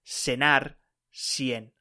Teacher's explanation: But when it meets with I or E, sounds like think in English, cenar, cien, just in the North Spanish variation. And also it can sound like S if you are an American Spanish speaker and you will say something like cenar, cien, and not cenar, cien.